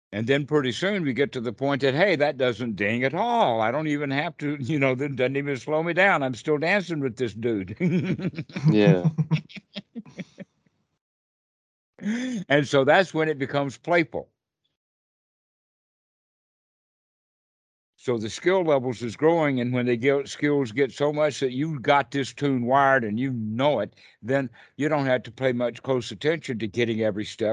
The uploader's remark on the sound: skype calls